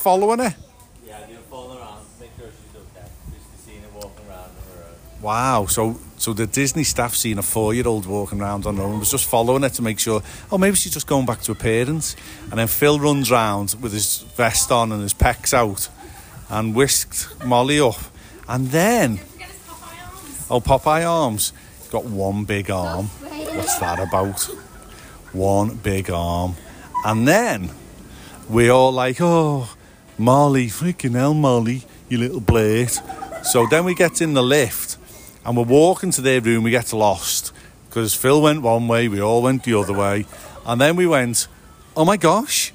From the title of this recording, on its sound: Live on Location (At Disney)